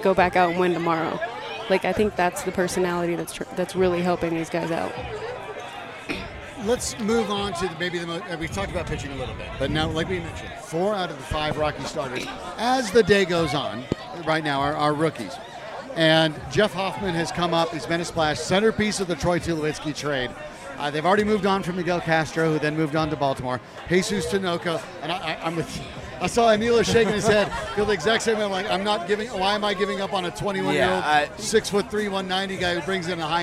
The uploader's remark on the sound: live at Tap Fourteen